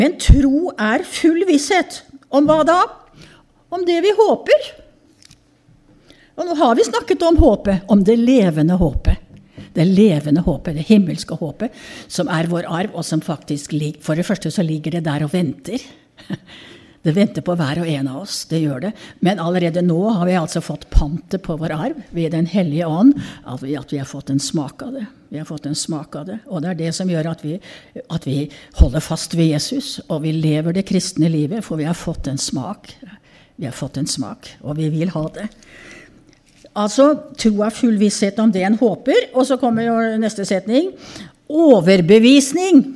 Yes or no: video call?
no